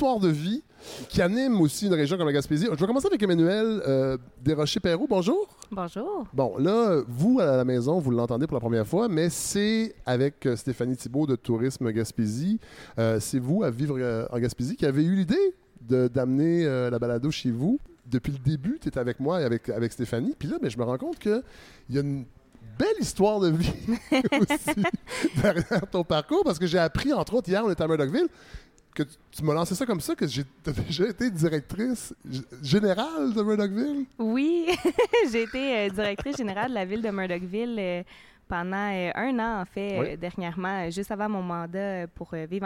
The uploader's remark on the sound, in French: le Mont Albert où nous avons enregistré l'épisode